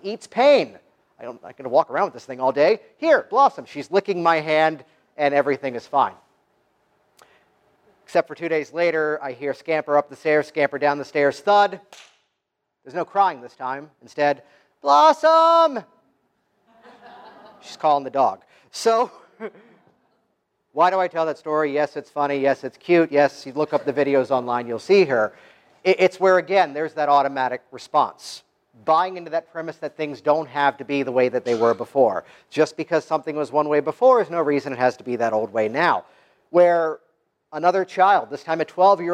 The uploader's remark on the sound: Virtually step into the audience of my featured talk from the 2017 Canadian Hypnosis Conference, an event that took place in late October and was held in Burlington, Ontario.